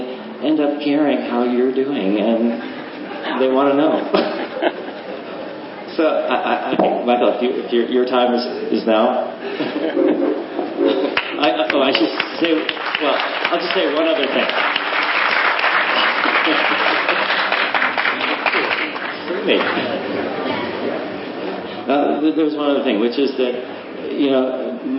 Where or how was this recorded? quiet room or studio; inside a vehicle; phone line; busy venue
busy venue